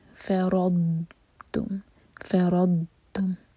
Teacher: ضاد پر جب بھی سکون ہو، کبھی قلقلہ نہیں ہوگا اس پر، تو باؤنس نہ ہو ضاد، لیکن ضاد پر آواز ایسی آئے کہ آپ اگر سر پر ہاتھ رکھیں تو آپ کو وائبریشنز فیل ہوں.